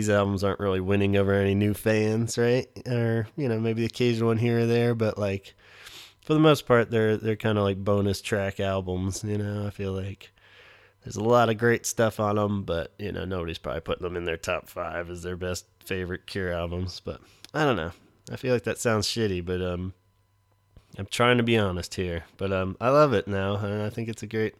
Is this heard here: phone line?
no